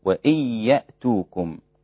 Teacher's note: أدغم بلا غنة الإمام حمزة، وإن يأتوكم، وإذا وقف ياتوكم هكذا بتسهيل الألف، ياتوكم أسارى.